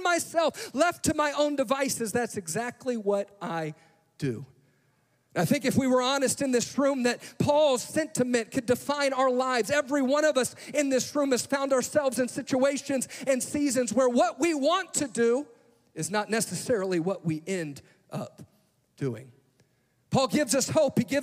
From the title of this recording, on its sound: Live! - NAYC Experience at The Sanctuary